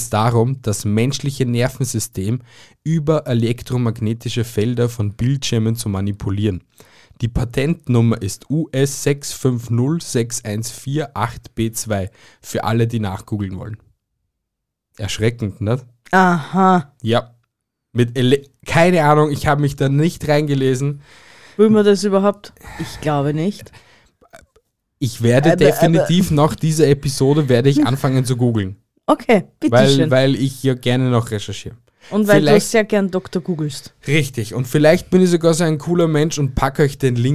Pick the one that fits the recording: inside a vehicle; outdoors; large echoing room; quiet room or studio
quiet room or studio